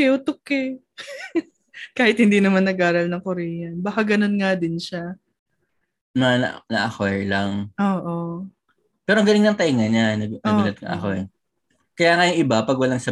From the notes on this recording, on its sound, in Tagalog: Pagkapasok namin sa zoom meeting